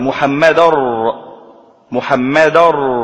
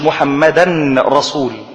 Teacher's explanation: الميم من محمدا مشددة، والتنوين مع الراء إدغام بغير غنة · Shown in: first take · محمدر محمدر، ما تنطقش التنوين، ما تقولش محمدا رسول.